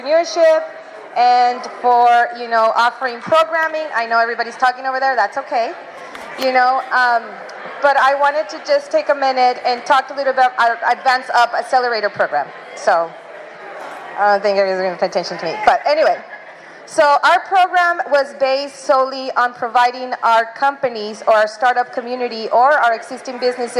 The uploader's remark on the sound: Here is an audio recording from the recent Demo Day.